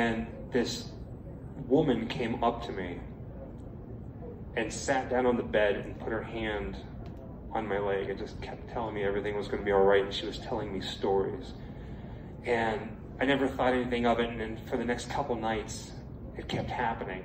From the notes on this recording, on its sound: recorded at Days of the Dead Chicago on November 18, 2022